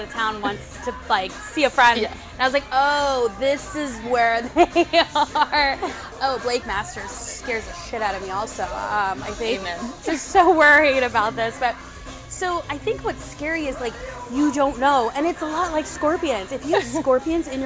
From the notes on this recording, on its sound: Apologies to listeners as the background noise was a little loud.